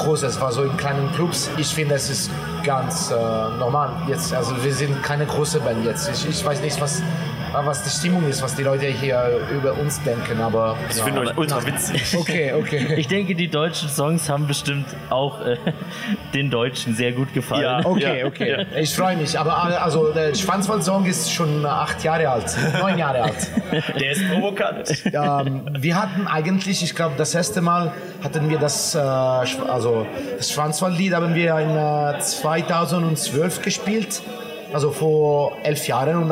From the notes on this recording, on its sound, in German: Wir verarbeiten unsere letzten Aufnahmen vom Mammut Festival im März 2023. Diesmal kommen die Besucher und Besucherinnen zu Wort.